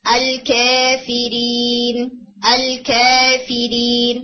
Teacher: دوسری اس کے اندر ساؤنڈ ہوتی ہے جسے ہم کہتے ہیں تقلیل، سلائٹلی ٹرنڈ ساؤنڈ، جس میں تقلیل کے اندر 75% الف ہوتا ہے اور 25% یا ہوتی ہے، یعنی بالکل ہلکا سا آپ اسے ٹیڑھا کرتے ہیں یا کی طرف لے کے جاتے ہیں.